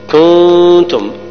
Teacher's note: النون تخفى لوجود التاء